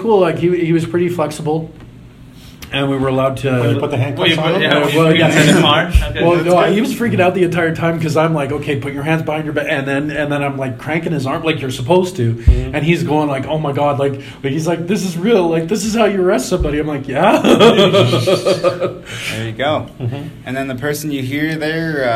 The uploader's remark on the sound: Recorded live in Lethbridge.